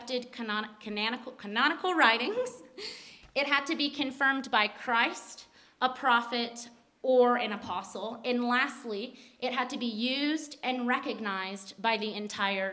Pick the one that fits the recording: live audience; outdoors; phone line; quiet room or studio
live audience